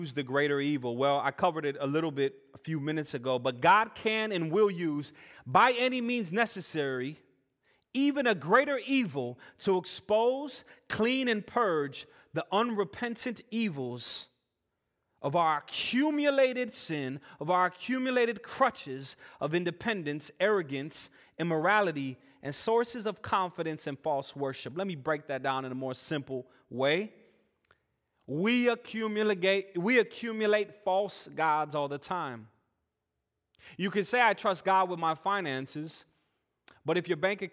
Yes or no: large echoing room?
yes